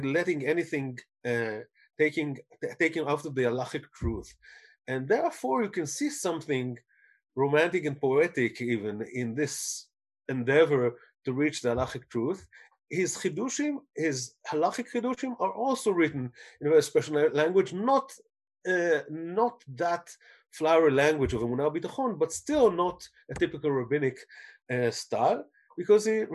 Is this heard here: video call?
yes